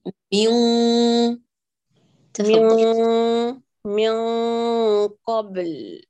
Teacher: أغلق المخرج الفموي واعتمدي كليا على الخيشوم وأتي بغنة كاملة مفخمة